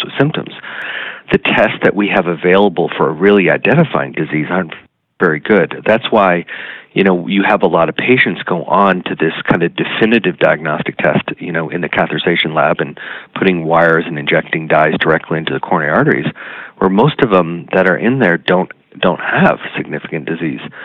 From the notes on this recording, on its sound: via internet phone